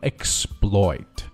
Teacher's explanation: 所以说读的时候不送气，读的像 b 一样啊